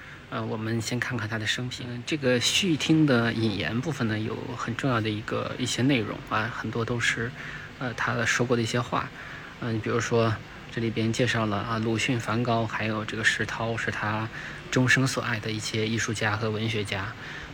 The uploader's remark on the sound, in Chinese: 这是一个视频，也没有任何的准备，就是在看展现场一边看一边谈感受。清华艺博。